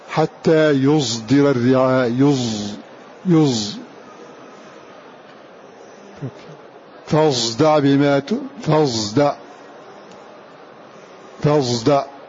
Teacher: فإذا هذه الصاد مع الزاي إشمامها خلط الصاد بالزاي ليتولد حرف لا بصاد خالصة ولا بزاي خالصة، فإذا هو حرف بينهما